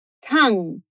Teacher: É bem sutil esse G aí, quase inexistente.